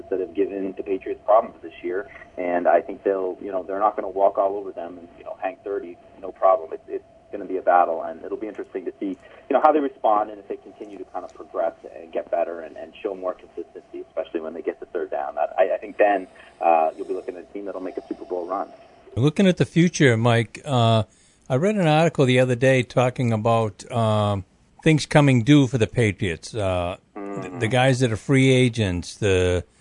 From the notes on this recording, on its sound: joined on the phone